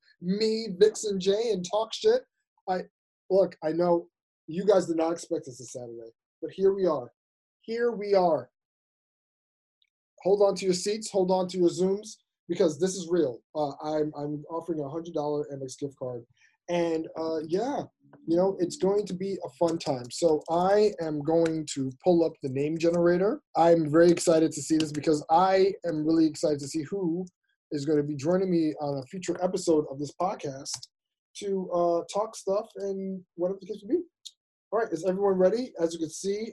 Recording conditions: video call